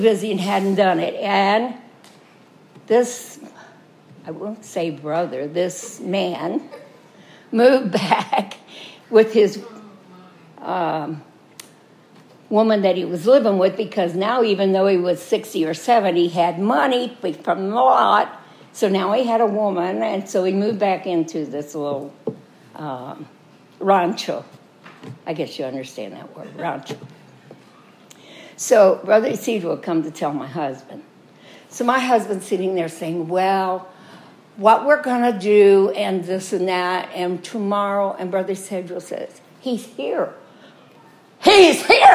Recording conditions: large echoing room